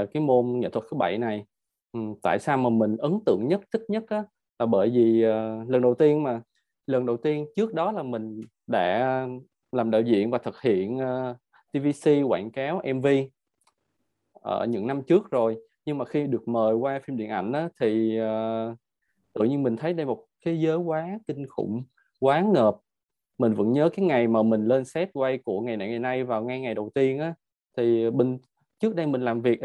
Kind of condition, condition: link, video call